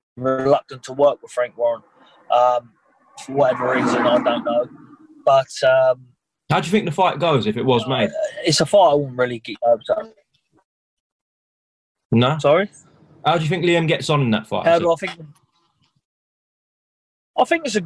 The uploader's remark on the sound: Via Zoom.